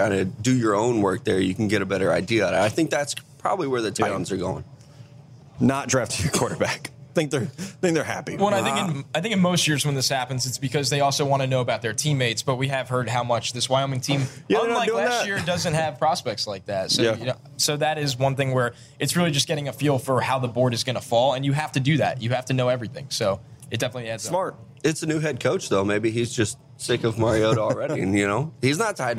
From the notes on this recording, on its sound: Questions from our excellent live audience.